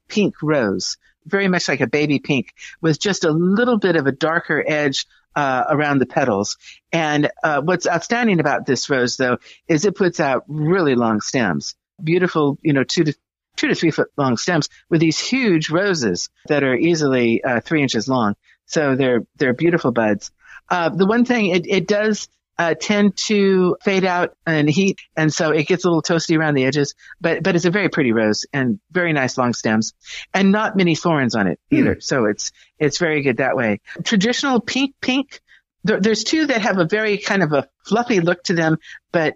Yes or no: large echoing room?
no